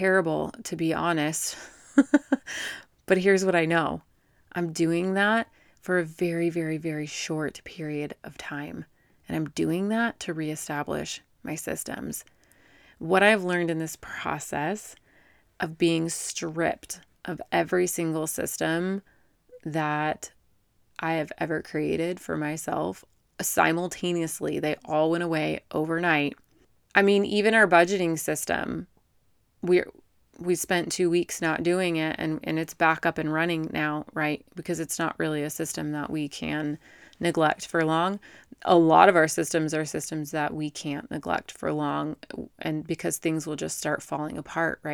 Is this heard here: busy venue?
no